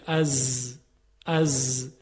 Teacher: سر زبان شروع میکنه به لرزش و صدایی مثل صدای زنبور تولید میشه، از. مواظب باشید که نوک زبانی تلفظ نکنید، از غلطه، از. · Term: زا یا زایی